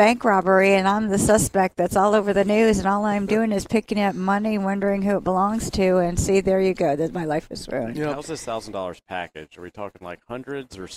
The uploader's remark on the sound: WE ARE LIVE FROM THE BON SECOURS WELLNESS ARENA FOR THE LEO SANTA TOY DRIVE